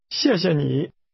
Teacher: the word for you is pronounced with a falling, rising tone